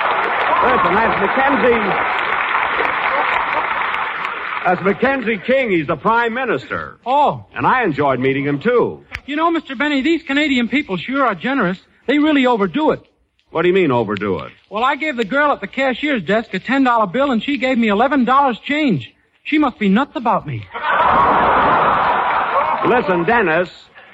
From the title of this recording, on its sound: Live From Toronto